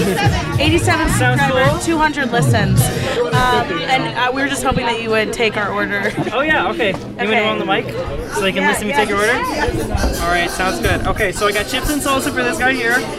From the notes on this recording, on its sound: Venture outside of the studio and record an episode LIVE AT AN APPLEBEE'S. Venture outside of the studio and record an episode LIVE AT AN APPLEBEE'S.